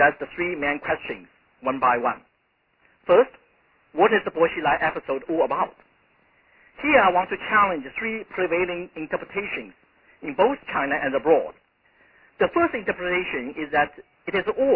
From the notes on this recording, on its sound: in a conference call